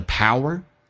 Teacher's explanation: 一般元音跟元音之间内部会有个连音，一般会加一个 W 在中间